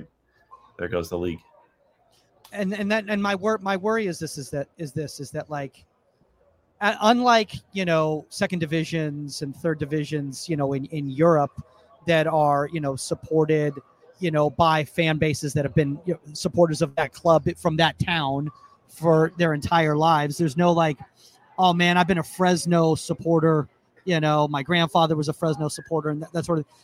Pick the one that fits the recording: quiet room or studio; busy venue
busy venue